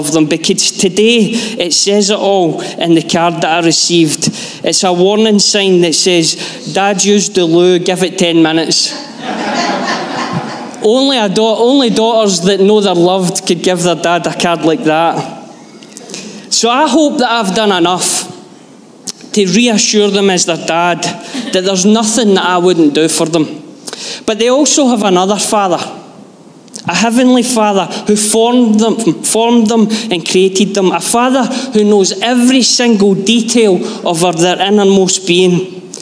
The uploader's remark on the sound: Live from our Sunday gathering on 18/06/23